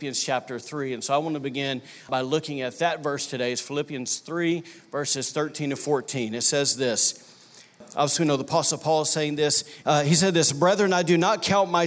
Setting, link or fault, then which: setting, large echoing room